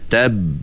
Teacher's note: masa sebut tab itu suara kita tertahan. Tabbat sebab dia sifat syiddah.